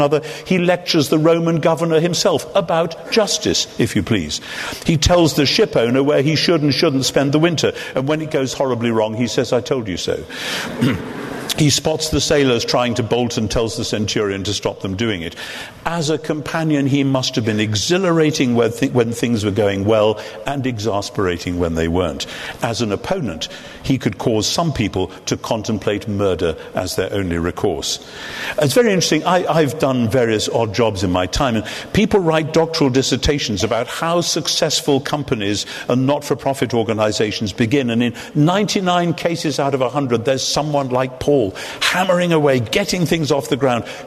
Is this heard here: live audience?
yes